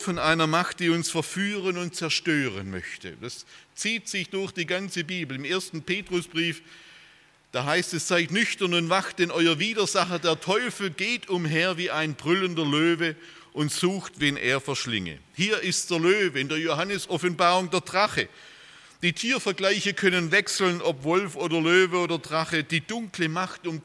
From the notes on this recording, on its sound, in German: aus dem Gottesdienst der Liebenzeller Mission